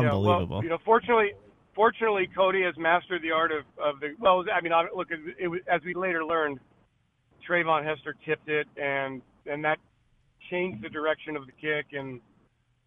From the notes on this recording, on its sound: Called in to hep us preview Eagles Saints.